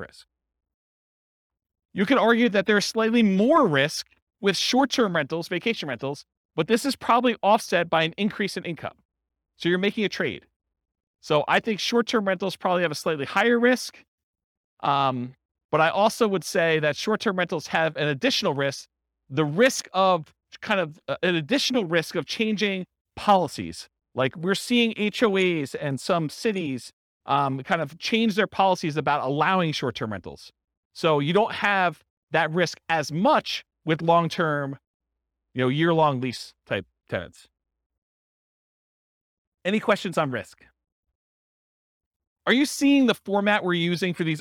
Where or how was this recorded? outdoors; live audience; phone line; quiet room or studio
live audience